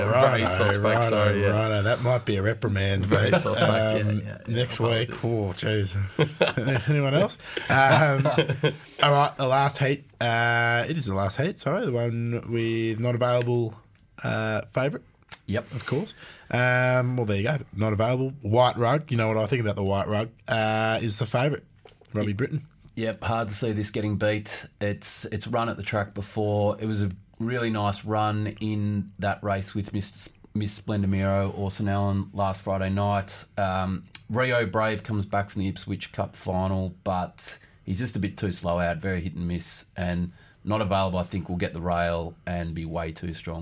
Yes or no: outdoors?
no